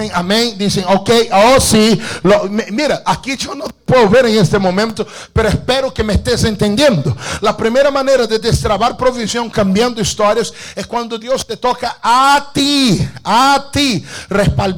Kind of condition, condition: setting, large echoing room